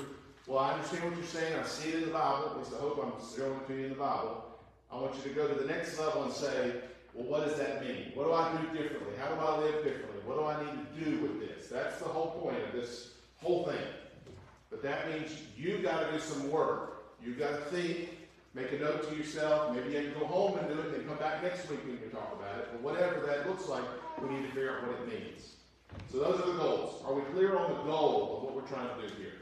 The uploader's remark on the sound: Warning: poor audio quality!